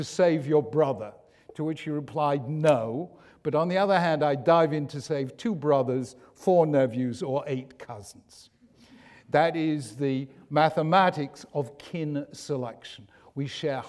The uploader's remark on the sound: In this public lecture